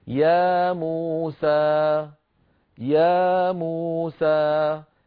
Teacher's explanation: طولت جدا المدود أخي بالنسبة لورش منضبطة بست حركات